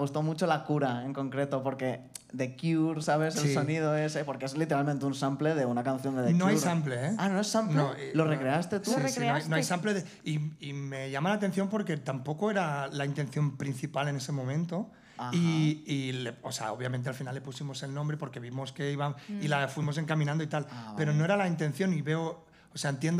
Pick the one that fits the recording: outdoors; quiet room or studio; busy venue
busy venue